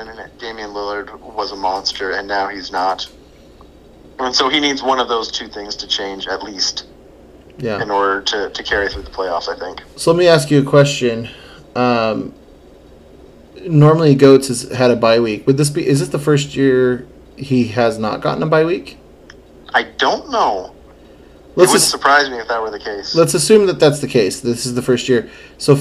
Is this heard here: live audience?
no